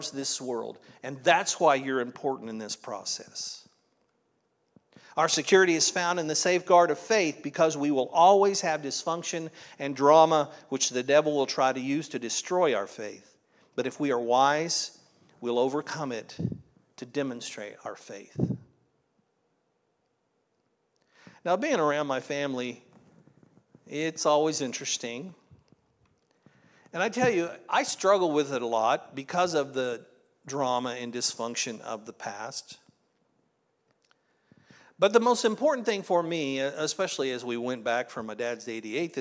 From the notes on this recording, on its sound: This was originally recorded at Palestine Church of Christ on Oct 22nd, 2023.